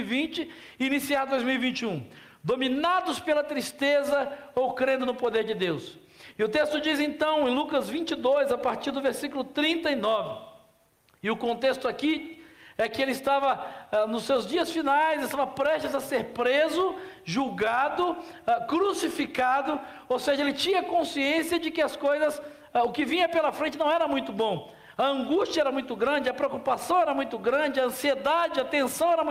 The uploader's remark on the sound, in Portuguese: na Celebração ao vivo do último domingo